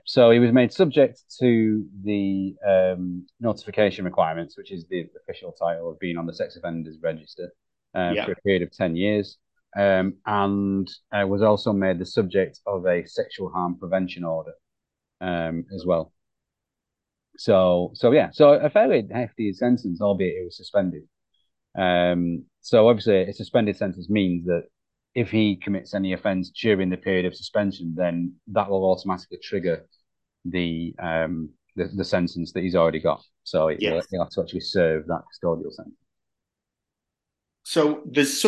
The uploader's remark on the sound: We recorded this via zoom due to having ridiculous schedules at the moment.